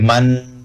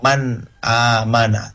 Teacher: nun mati ketemu dengan alif maka dibaca idhar, nunnya sukun, ya tidak digendungkan tapi diperjelas bacaannya · Shown in: second take · Tidak boleh man, tidak boleh dengung, Ya, yang benar adalah man amana, tidak boleh lama.